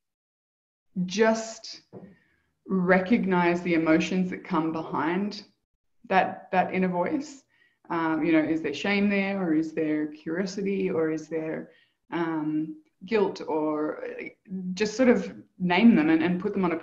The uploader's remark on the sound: Live Community Call